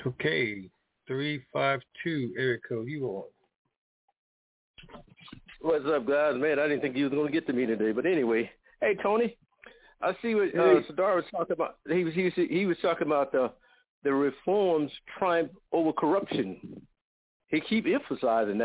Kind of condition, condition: link, phone line